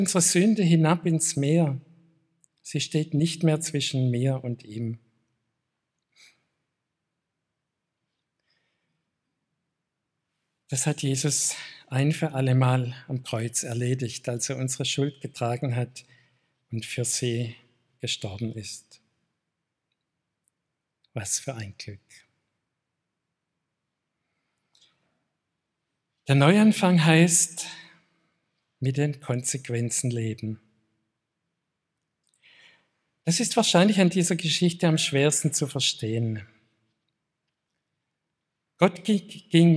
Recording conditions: large echoing room